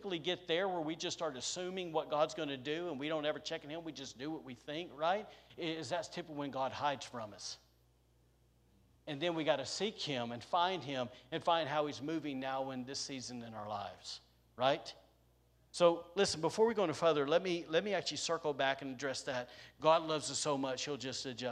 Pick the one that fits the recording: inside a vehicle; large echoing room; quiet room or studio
large echoing room